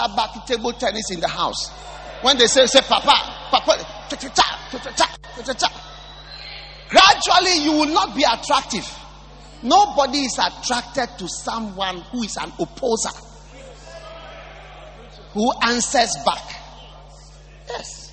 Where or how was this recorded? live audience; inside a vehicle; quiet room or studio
live audience